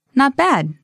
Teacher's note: So make sure to put kind of the stress on bad. · Term: positive intonation